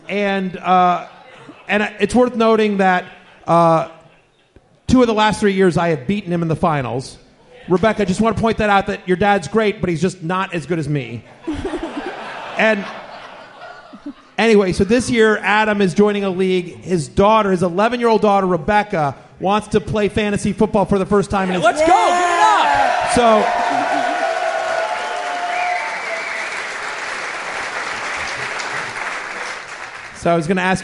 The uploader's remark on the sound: The crew comes to you live from The Hard Rock Cafe in Times Square. Audience Q&A.